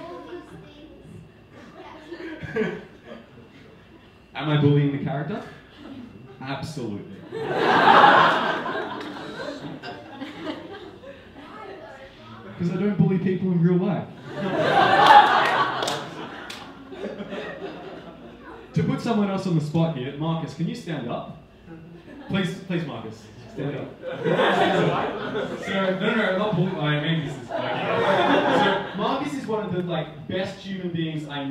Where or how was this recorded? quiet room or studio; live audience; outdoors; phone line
live audience